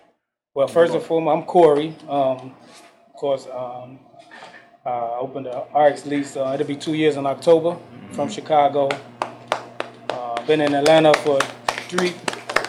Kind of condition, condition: setting, busy venue